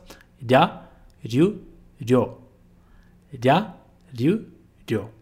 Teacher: Toma cuidado para não vibrar demais o R, tá bom? De não ficar ria. Ok? É sempre só uma vibração.